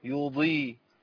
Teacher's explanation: يضي، ما قولش يودي، لو قلت يودي بقى عملت ايه؟ ابدلت بدال · Term: الضاد